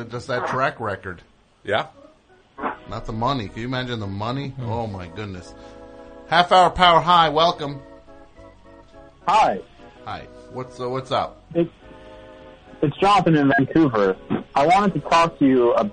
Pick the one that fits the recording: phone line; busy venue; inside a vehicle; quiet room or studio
phone line